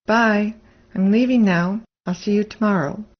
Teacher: The M and L sounds are barely said aloud, but a native speaker hears them